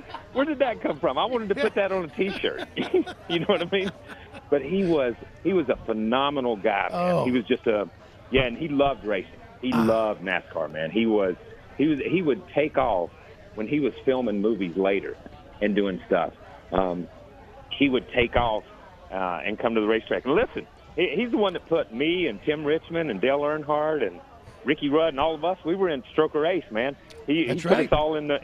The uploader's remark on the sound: LIVE FROM STURGIS